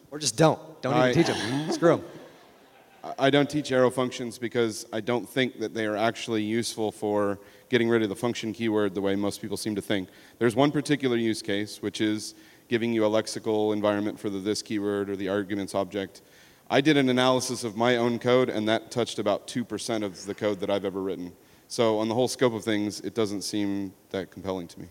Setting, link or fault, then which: setting, busy venue